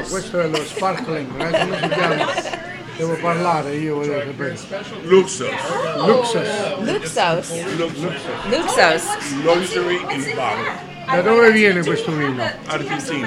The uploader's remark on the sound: We traveled to Oliver's Cigar Lounge and Bar in downtown Shamokin to record this episode live!